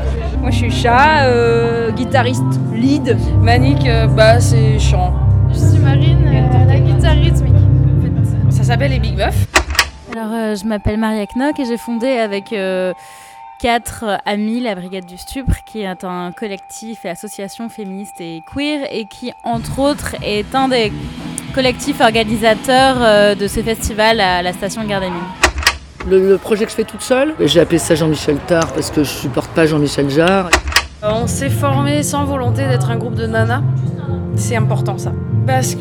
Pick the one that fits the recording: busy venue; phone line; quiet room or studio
busy venue